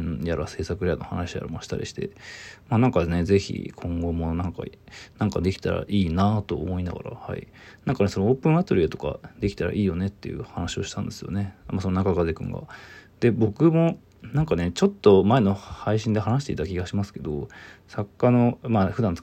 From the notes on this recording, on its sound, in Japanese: From Radiotalk。ボイスメモです。